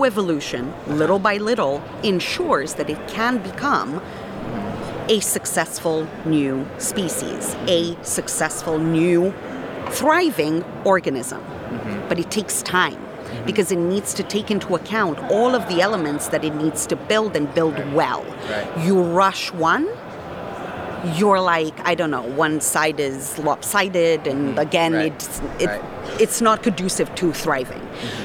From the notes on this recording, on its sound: This episode takes place in the geographical heart of Layer Zero: the middle of DevConnect, the 2022 Amsterdam conference. With the backdrop of a lively conference center.